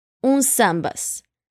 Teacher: vamos a juntar la S de uns con la S de sambas